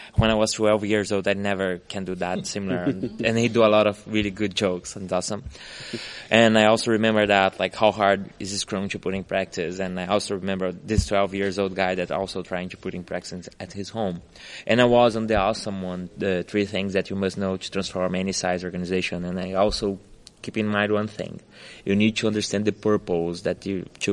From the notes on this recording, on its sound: recorded in Orlando at Scrum Alliance's Global Scrum Gathering, April 2016